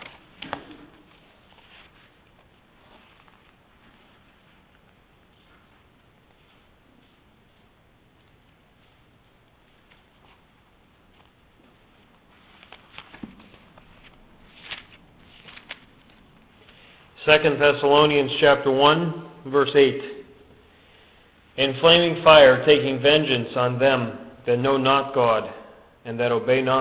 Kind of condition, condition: setting, large echoing room